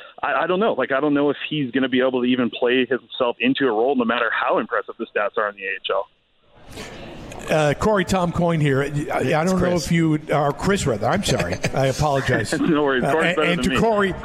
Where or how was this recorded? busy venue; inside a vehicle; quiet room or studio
busy venue